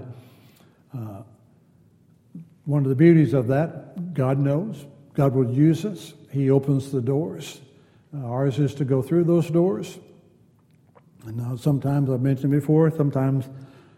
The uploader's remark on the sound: Wednesday Night Class. Downtown Church Of Christ Audio Sermon.